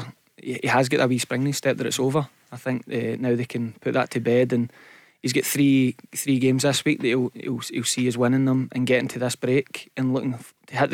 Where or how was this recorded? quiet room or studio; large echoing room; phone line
quiet room or studio